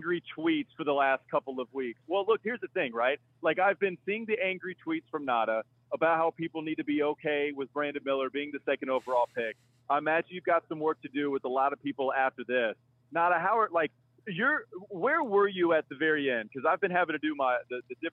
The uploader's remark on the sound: joins via phone call to give his reaction.